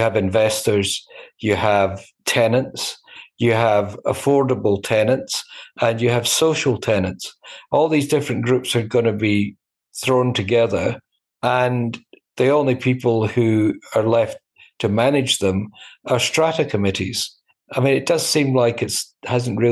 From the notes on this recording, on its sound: There’s a different sound to the Flat Chat Wrap this week. It was recorded over Zoom. It’s been hastily edited on his laptop in between hikes, hotel moves and failing internet.